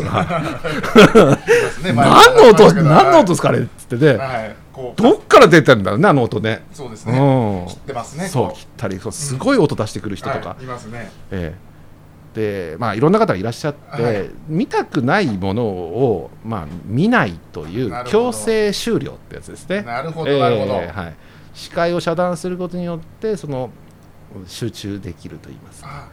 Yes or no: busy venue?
yes